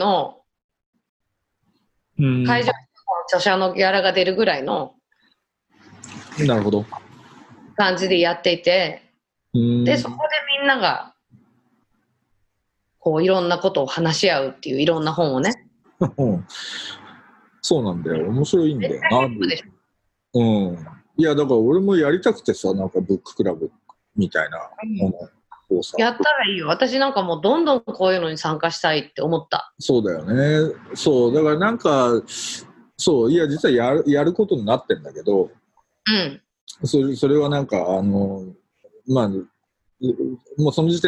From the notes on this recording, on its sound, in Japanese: 今回の収録はビデオ会議サービス「ZOOM」を使用し。一部聞き取りづらい箇所があります。